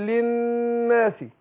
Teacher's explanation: والنون مشددة هتاخد كل حركتين